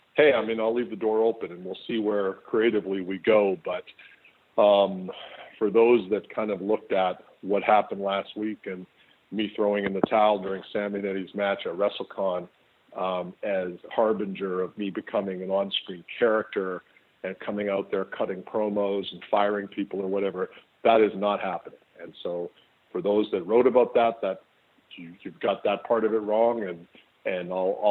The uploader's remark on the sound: This is the full audio from the May 16, 2018 Impact Media Call